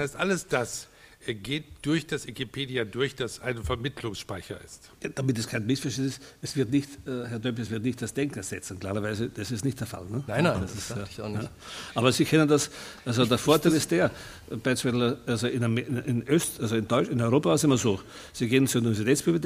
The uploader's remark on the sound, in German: Mitschnitt vom Festival LAW: Liebe Arbeit Wissen im ZKM_Zentrum für Kunst und Medientechnologie in Karlsruhe am 26.09.2009.